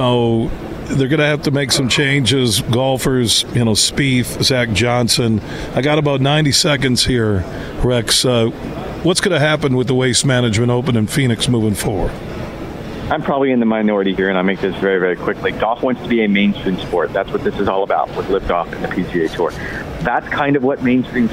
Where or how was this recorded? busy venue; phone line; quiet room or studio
busy venue